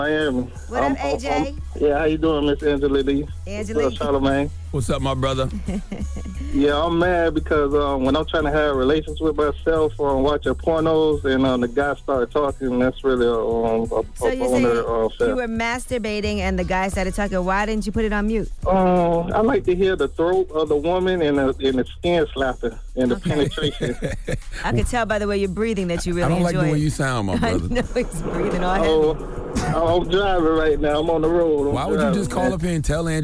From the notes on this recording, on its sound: we opened up the phone lines